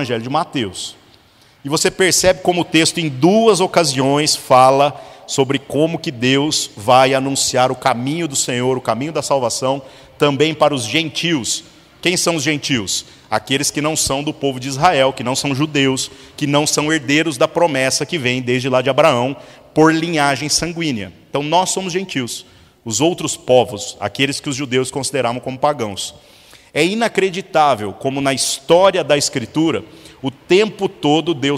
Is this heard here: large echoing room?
yes